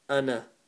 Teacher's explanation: The word ana, we don't pronounce the alif at the end. So it's just ana.